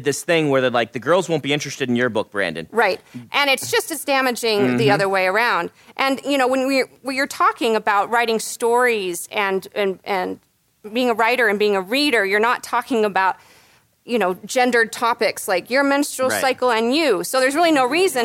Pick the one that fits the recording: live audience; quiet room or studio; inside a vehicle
live audience